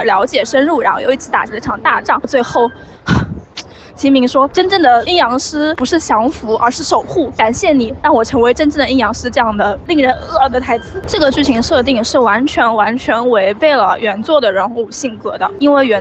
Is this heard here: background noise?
yes